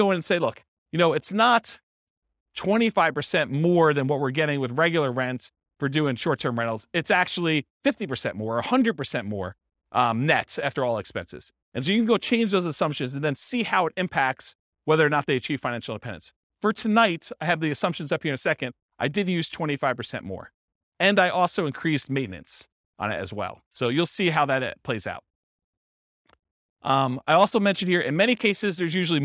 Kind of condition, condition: setting, live audience